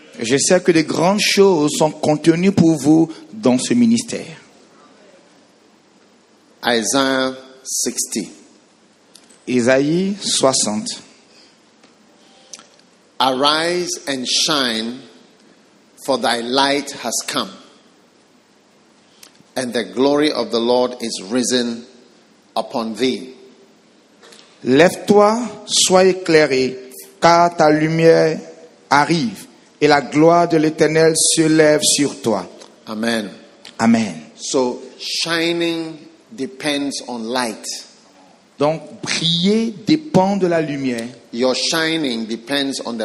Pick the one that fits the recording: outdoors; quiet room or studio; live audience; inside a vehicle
live audience